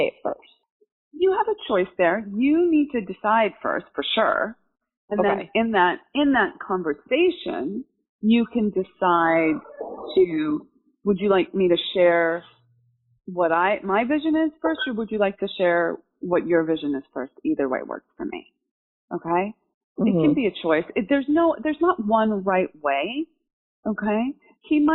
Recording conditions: poor sound quality